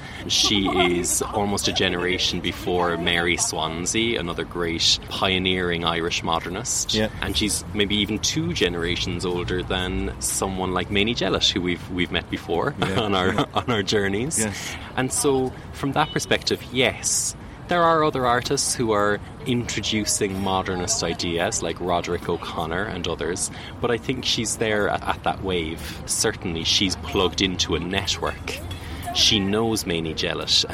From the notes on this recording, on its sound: From the Crawford Art Gallery outside in their garden café.